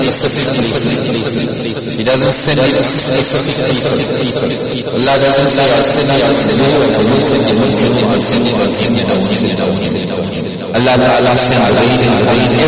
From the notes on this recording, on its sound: Jumuah lecture at Masjidun Nasr